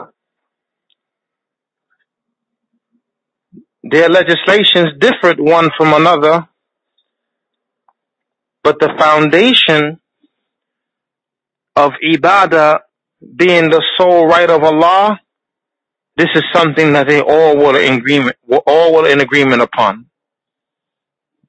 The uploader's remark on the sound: A Toronto Tele-Conference Event